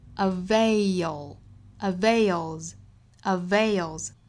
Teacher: 尤其注意这个词后面是一个双元音的 a，再去加舌侧音 ail